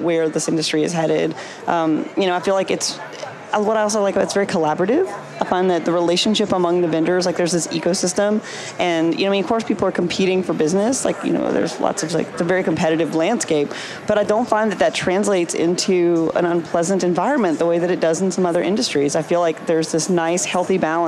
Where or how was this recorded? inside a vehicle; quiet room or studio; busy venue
busy venue